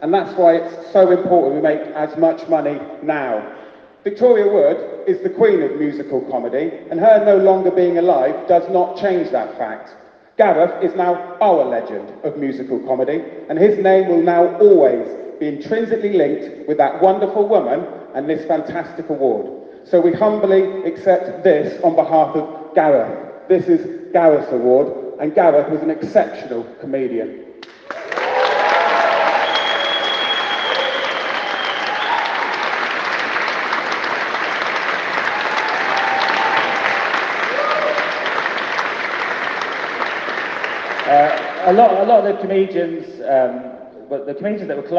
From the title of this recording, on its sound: Edinburgh Comedy Awards Speech